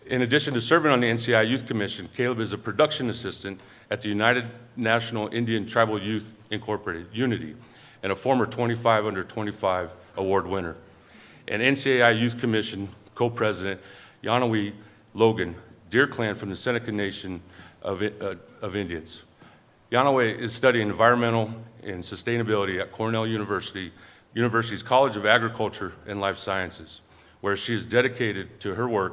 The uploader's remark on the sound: The event took place at the National Museum of the American Indian in Washington, D.C.